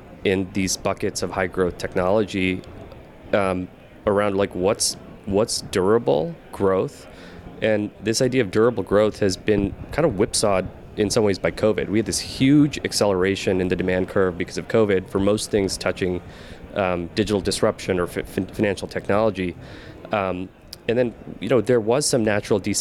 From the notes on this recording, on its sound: Predictions for 2023: Live from Money20/20. In this live episode. In the spirit of Las Vegas and the game night event this was recorded.